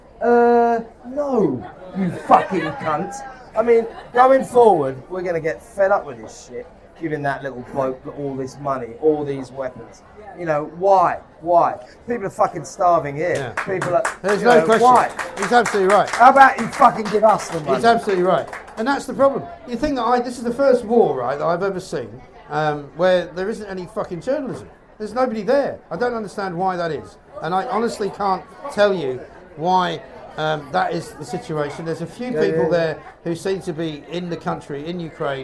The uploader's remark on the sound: LIVE FROM THE HORSESHOE PUB